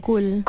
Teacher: sifat huruf ku ni adalah huruf yang huruf tebal. Isti'ala. Kita panggil huruf tebal.